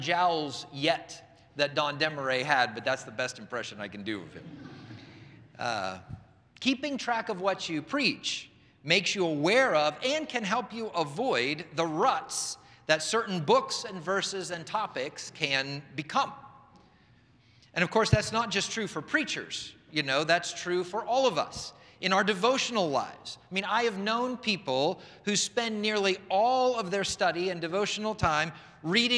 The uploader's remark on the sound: presented by Asbury Seminary Kentucky Chapel, recorded on Thursday, November 2, 2023 at Asbury Theological Seminary's Kentucky campus